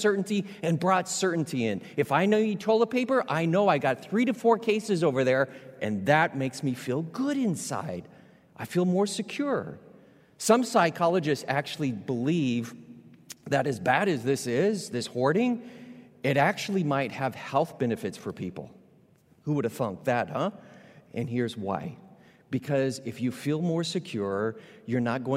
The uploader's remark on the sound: Recorded live at Beatitudes Church in Phoenix, AZ.